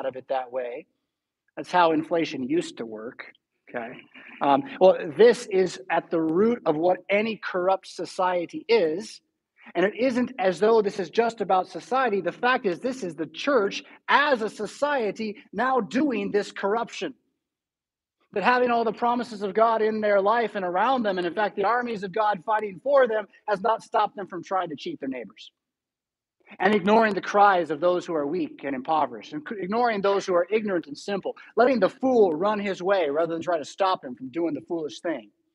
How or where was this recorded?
large echoing room